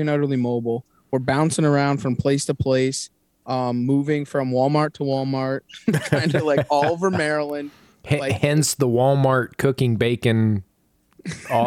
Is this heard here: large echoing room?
no